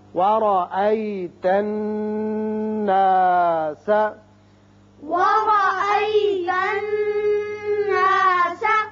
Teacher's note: را کے اوپر زبر ہے، جب زبر ہو تو را پر پڑھتے ہیں. ورأی تا کو نون سے ملائیں گے، نون مشدد ہے، یہاں غنہ کریں گے، ایک الف کے برابر ناک آواز کے بانسے میں چہرے.